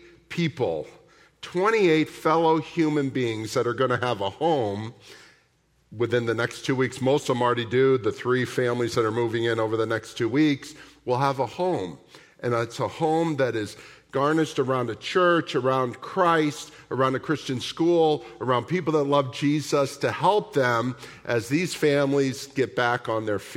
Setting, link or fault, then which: setting, large echoing room